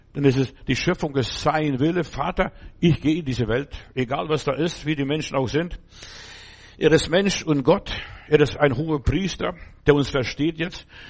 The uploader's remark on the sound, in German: im Gemeinde-Zentrum in Berlin aufgenommen